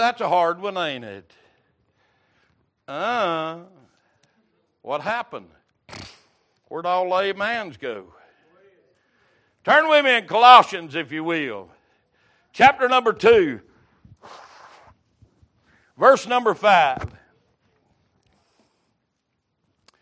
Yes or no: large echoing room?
yes